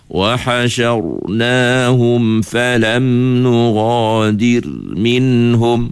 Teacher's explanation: Tapi huruf roh ni tengah-tengah. Dia tahan sikit. Tak tahan sangat. · Term: tawassut